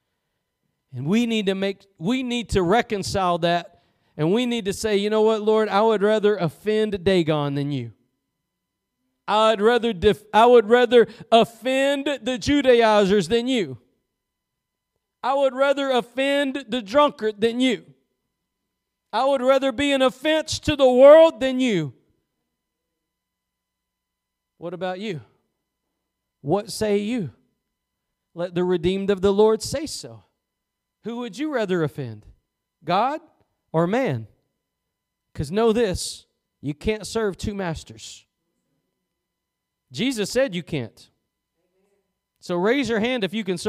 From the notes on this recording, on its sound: Preached at Gospel Lighthouse in Bossier City, La.